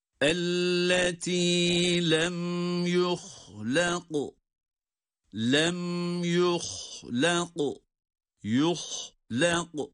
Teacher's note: Bakınız hem ha hem kaf kalın.